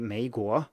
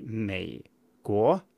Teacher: it's supposed to be mei guo, slowly like that, with like a low tone first · Shown in: second take · Term: third tone